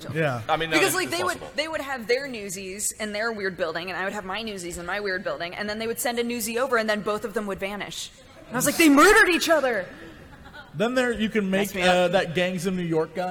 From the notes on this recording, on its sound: Live at PAX. The Co-Optional Podcast live from Pax West!